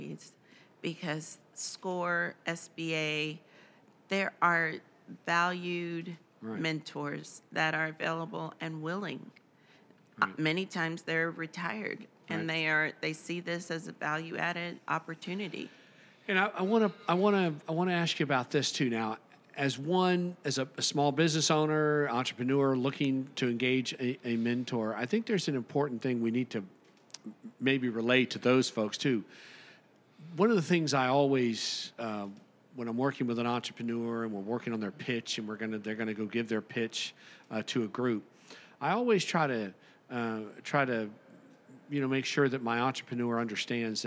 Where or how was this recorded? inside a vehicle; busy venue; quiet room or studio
busy venue